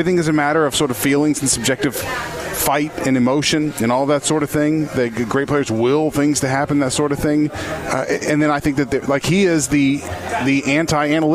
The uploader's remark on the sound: Broadcasting live from Khalil's! 10966 Dixie Hwy, Louisville, KY 40272.